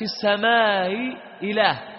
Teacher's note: ونحو مكسورتان، نحو في السماء إله، قرأ بتسهيل الأولى وتحقيق الثانية مع القصر والتوسط، والمختار التوسط.